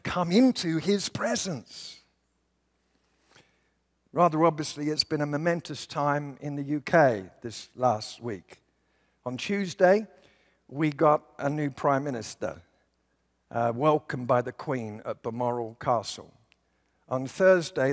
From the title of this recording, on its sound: at Timberline Church